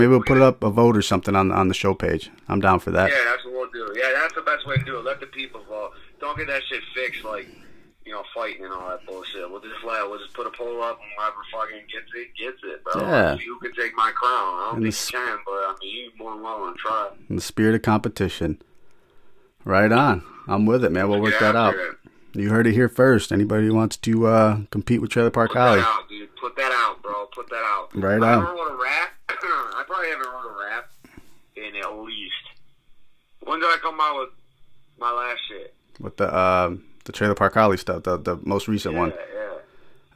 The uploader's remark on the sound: I open up the phone line for listeners and artists to call me on the show.